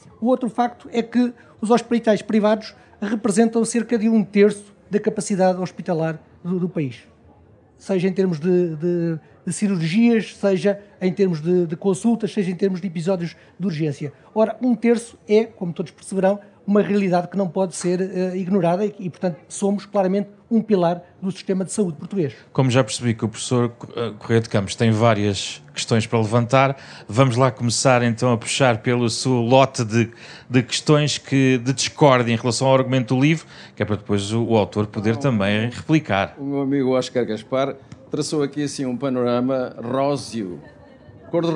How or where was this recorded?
busy venue